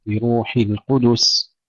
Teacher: ننتبه إلى تفخيم الراء في كلمة بروحي حتى عند ورش مفخمة، لأن الباء ليست من أصل الكلمة.